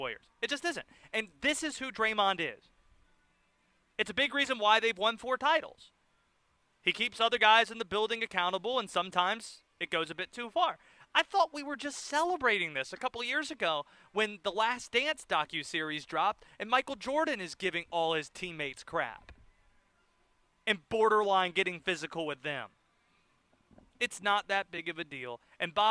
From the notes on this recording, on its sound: live from the Carolina Classic Fair